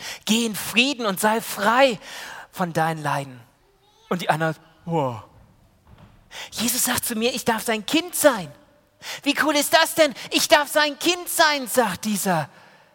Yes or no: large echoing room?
yes